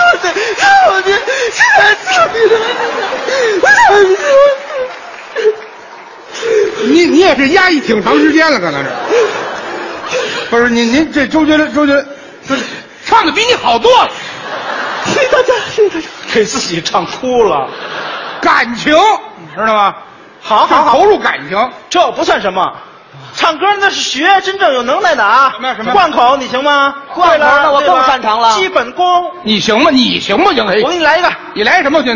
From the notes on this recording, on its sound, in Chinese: 在《欢乐喜剧人》舞台上表演的节目。